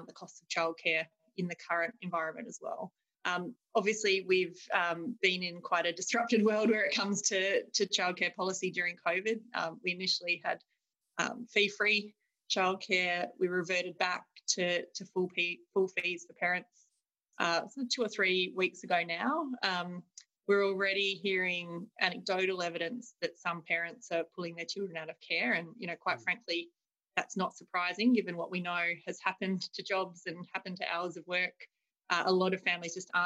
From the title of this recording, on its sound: Webinar recording